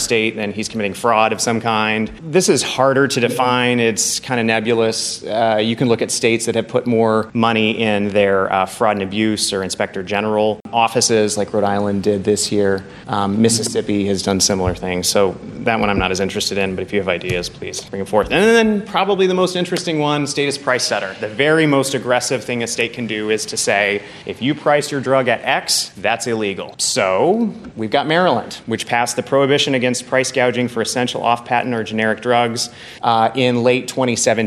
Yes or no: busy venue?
yes